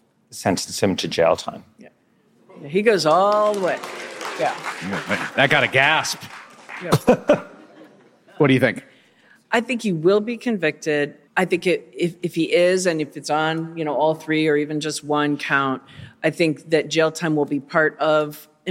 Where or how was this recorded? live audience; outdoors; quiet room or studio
live audience